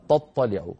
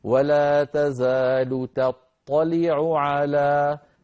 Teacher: نبقي التاء مرققة فنقول ولا تزال تطلع على، تطلع على تطا، نرقق التاء ونفخم الطاء · Shown in: second take · أيضا بعدها يوجد حرف العين مكررا متتاليا تطلع على عو